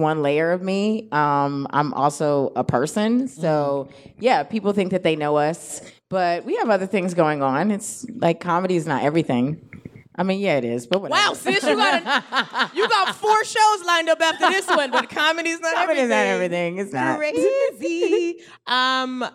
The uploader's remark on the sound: LIVE at Housing Works Bookstore Cafe.